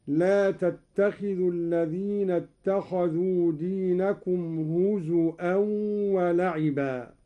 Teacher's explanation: قرأ قالون بهمز الواو